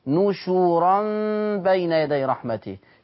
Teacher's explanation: محدش يقولي نشرا خلاص ويسكنني الشين، لا انا عايز الشين تتضم كويس